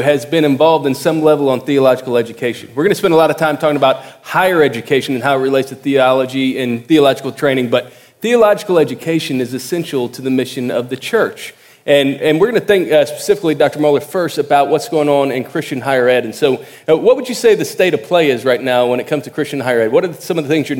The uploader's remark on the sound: at the Southern Baptist Convention Pre-Conference in Dallas, Texas, on June 9, 2018.